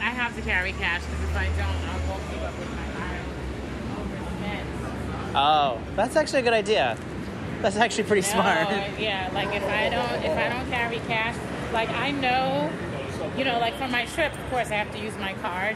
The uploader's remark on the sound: The duo set out for the streets of Upper West Side to record their thoughts before and after the film.